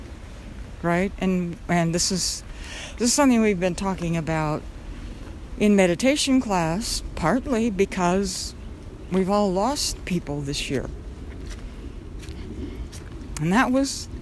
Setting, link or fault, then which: setting, outdoors